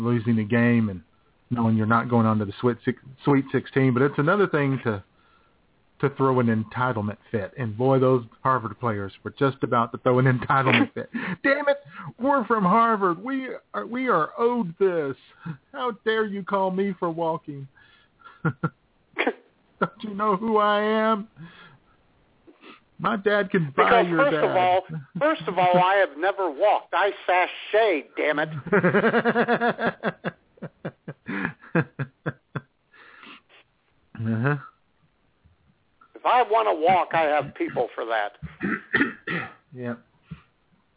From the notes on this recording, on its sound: All the while taking your phone calls.